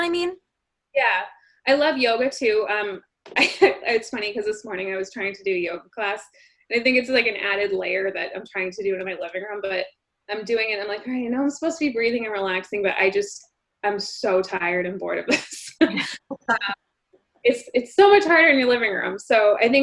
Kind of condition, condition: link, video call